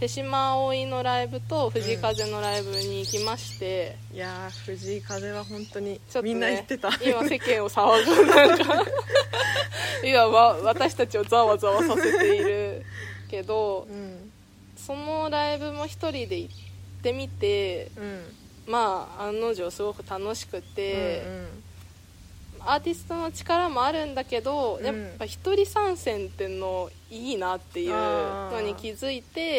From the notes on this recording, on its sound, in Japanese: 今回はお庭収録です